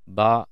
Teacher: B の音バーの方は空気の解放のない音 · Term: 無気音